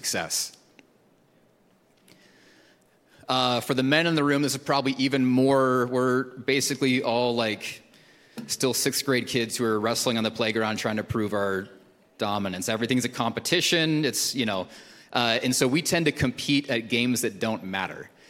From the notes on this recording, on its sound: Recorded at Hope Church in Springfield, MO.